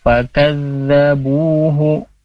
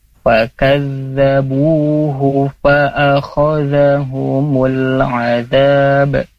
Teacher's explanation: bu-nya mantobi'i, jadi dibaca dua harokat